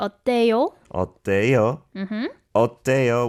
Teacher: you did kind of rise your tone at the end, because that's a question